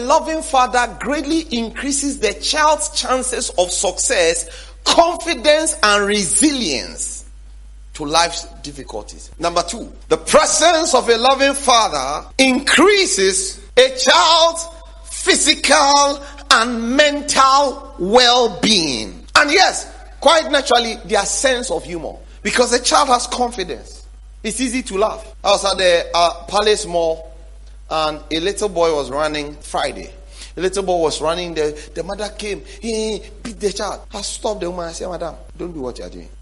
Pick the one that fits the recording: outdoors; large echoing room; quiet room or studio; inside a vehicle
large echoing room